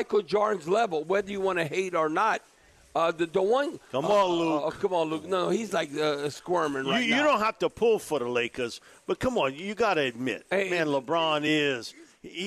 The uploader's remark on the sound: Texas Longhorns have invaded New Orleans for the Sugar Bowl. Broadcasting LIVE from Rouses on Tchoup.